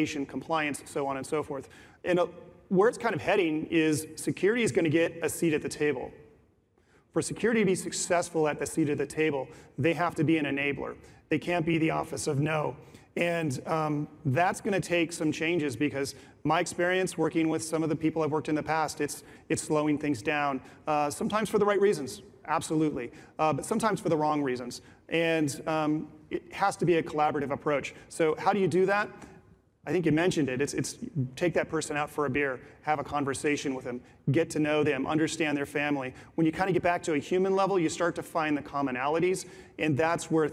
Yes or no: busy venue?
yes